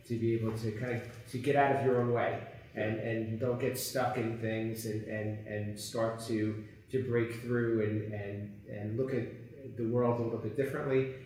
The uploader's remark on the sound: On location at the NSCA Business & Leadership Conference 2022